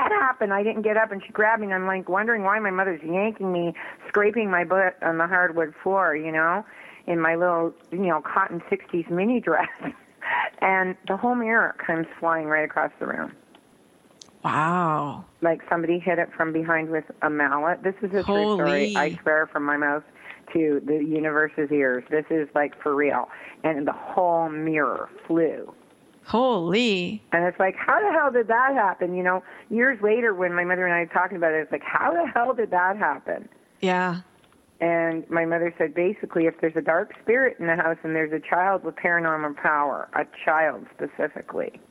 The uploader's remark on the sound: She talked about hauntings and gave live readings to callers.